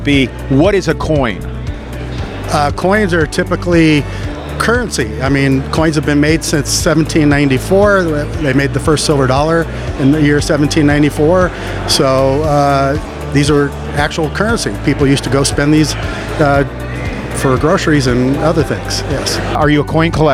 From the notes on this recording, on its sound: We’re also on a field trip to the Long Beach Coin Expo where we auctioned off some amazing Stranger Things coin collectibles live on the Whatnot App.